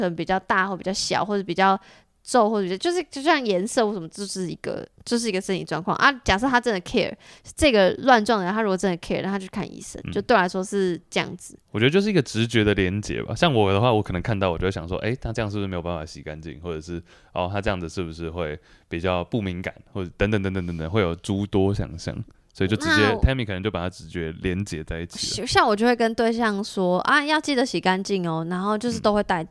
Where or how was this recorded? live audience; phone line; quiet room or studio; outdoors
quiet room or studio